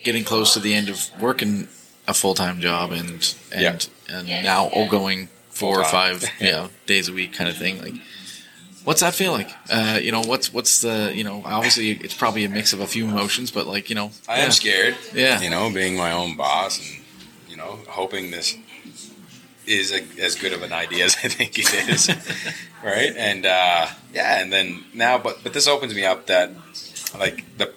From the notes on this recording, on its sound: Recorded at Serpent Brewing.